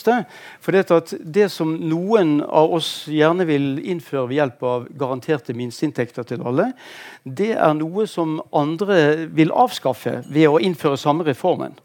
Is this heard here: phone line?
no